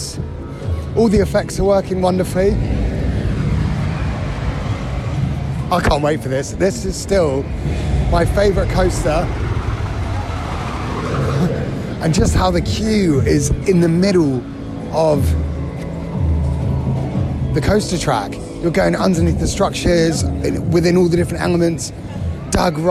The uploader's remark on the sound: AT THE PARK: Alton Towers. Enjoy the sounds of the park.